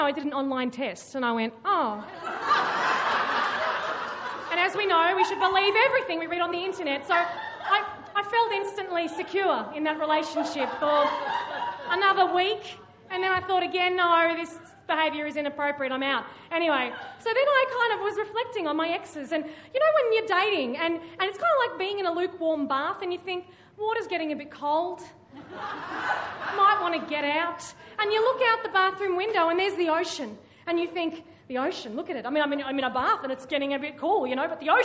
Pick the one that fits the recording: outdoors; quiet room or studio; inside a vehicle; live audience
live audience